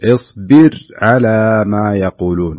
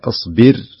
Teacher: فالقارئ ينبغي عليه أن يحرص على ترقيق الراء في هذه الكلمة سواء وصلها أم وقف عليها · Shown in: first take · لأنها هي أصلا ساكنة، يعني ساكنة سكون أصلي وليس سكون